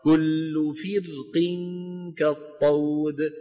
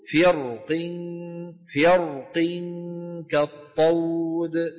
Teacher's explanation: يجوز في الراء من قوله تعالى فرق كالطود وجهان التفخيم والترقيق، وذلك حالة الوصل أو الوقف عليها بالروم.